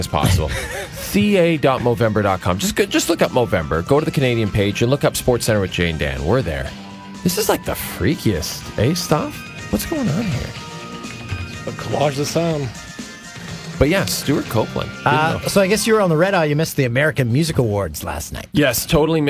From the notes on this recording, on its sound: This episode may or may not contain a mystery call in guest.